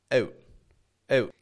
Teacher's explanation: a Canadian does this with very minimal movement in the lips.